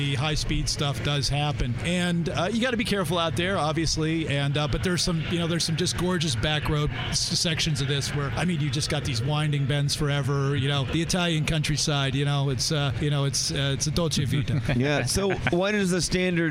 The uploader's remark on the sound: At the Shell Eco-Marathon in Detroit. Hit the road and head to the Motor City - Detroit, Michigan for the annual Shell Eco-marathon and the #MakeThe Future Festival.